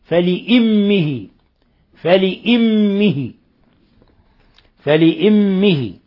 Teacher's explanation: وقرأ حمزة والكسائي بكسر الهمزة من فلأمه